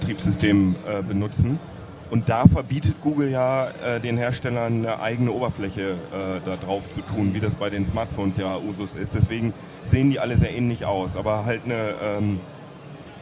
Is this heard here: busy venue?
yes